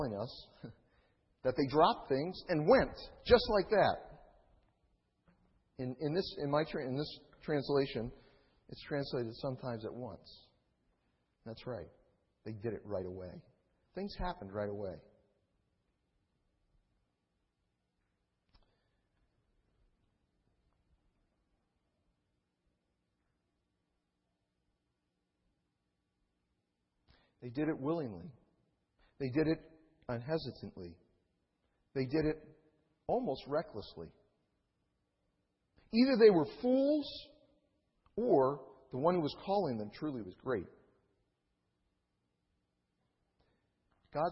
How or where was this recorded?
large echoing room